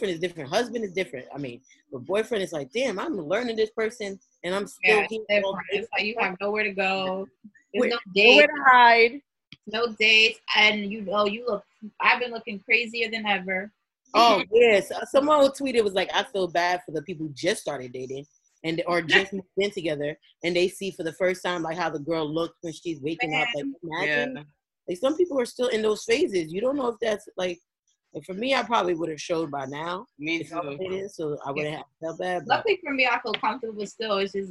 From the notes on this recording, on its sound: The girls connect via zoom